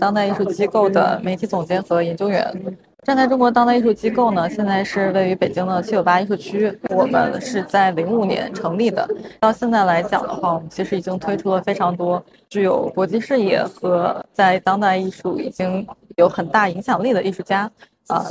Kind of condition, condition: setting, busy venue